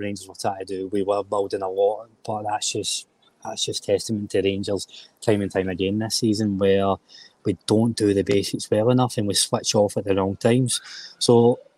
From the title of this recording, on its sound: Full Time Reaction Live from Ibrox